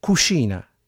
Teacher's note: Anche il suono CH è leggermente diverso, più simile a SH. A Roma, infatti, la parola cucina assomiglia più a cuscina.